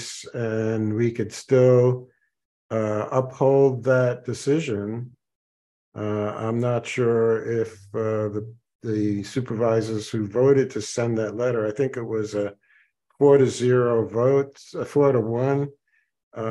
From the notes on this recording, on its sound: Participants at the 22 May 2023 Meet Mack Monday Zoom meeting